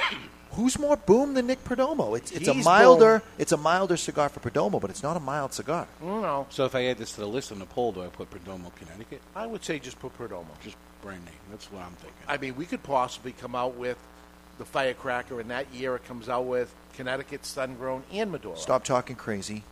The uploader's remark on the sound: Live from Two Guys Smoke Shop in Salem, NH